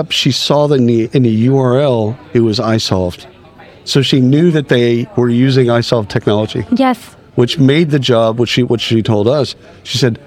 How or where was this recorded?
busy venue